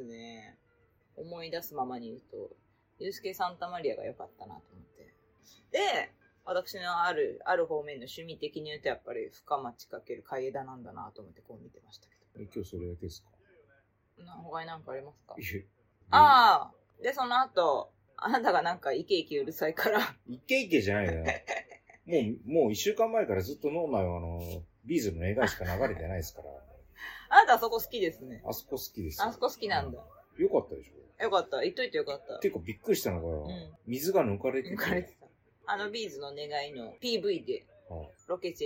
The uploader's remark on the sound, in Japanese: 横浜ビジネスパークに行った。IPhone13「ステレオマイク」アプリ／iPhone マイク-前面（Stereo）／ファイル形式 PCM44.1kHz 32bit Float。おっとが離れててちょっと声が遠い＆TVの音落としてくれなくて消しきれてません。